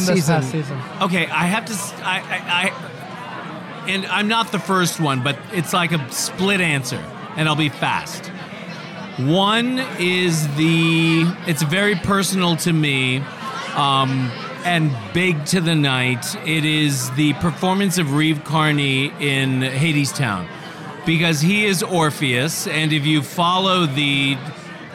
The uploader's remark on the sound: live from the O&M “After After Party” at The Carlyle Hotel